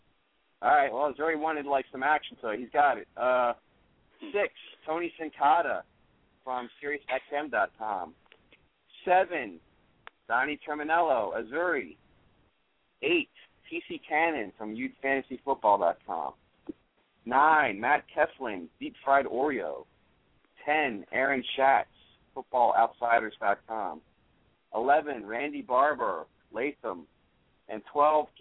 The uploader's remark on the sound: a special CALL-IN SHOW